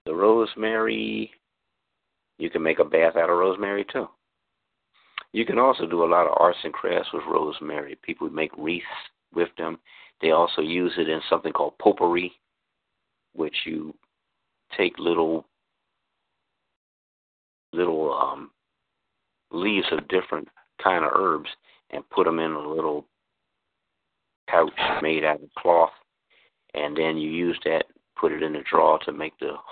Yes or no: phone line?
yes